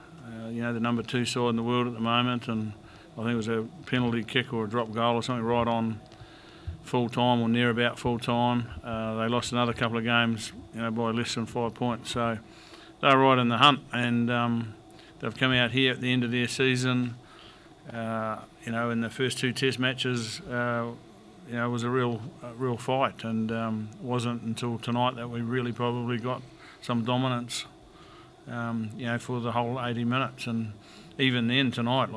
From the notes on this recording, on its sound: PRESS CONFERENCE. After the All Blacks defeated France 49 - 14 in the third and final Steinlager Series Test.